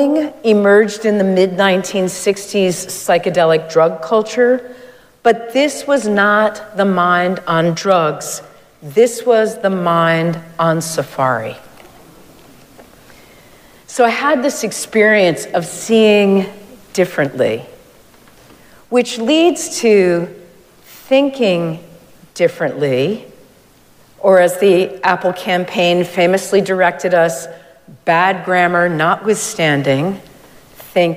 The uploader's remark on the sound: Recorded live at Arlington Street Church.